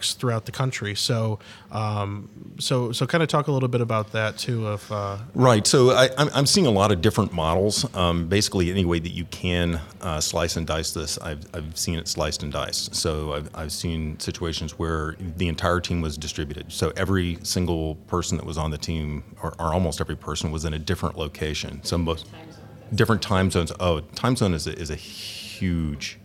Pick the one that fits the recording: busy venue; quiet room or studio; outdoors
busy venue